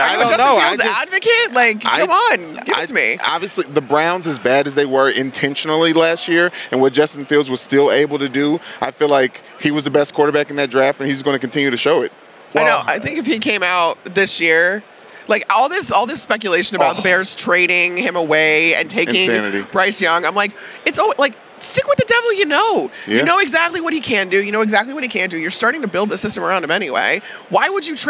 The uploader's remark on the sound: The last day coming LIVE from Radio Row.